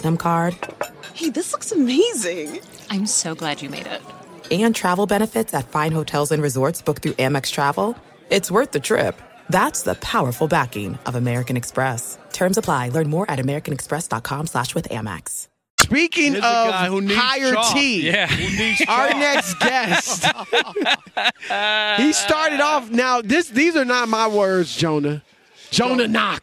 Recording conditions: busy venue